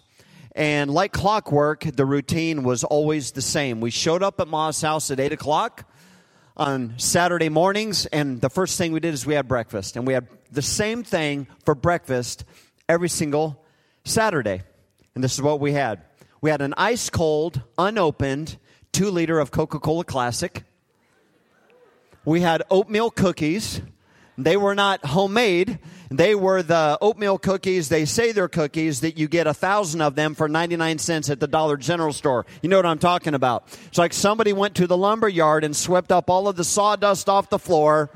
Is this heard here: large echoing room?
yes